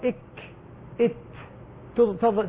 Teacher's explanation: الكاف والتاء نعطيها الهمس مع الشدة فتظهر إك إت، يظهرها الهمس.